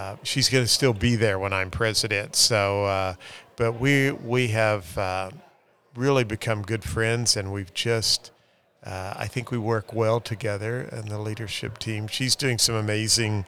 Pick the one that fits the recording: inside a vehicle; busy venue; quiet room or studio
busy venue